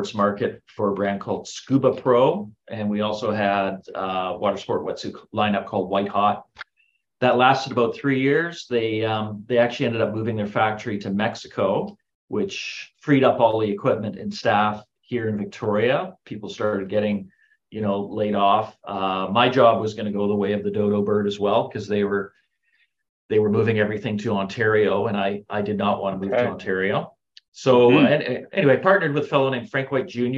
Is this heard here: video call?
yes